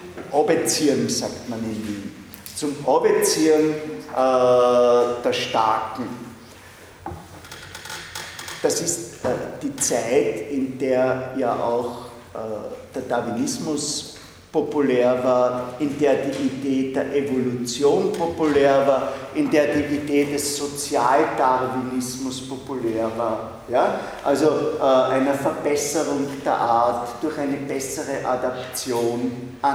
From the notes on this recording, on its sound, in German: Diese Vorlesung wurde von Studierenden aufgenommen